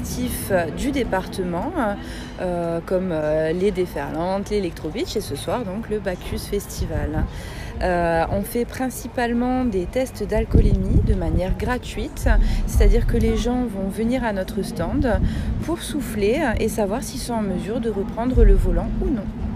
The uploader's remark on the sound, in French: En immersion dans les coulisses du BACCHUS FESTIVAL